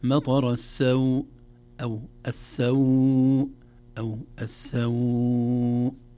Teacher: كلمة السوء عند الوقف عليها مطر السوء، هذه هكذا مد، ولو مددنا ست حركات ما في إشكال، ولو قلنا مطر السوء حركتين ما في إشكال · Term: مد اللين العارض للسكون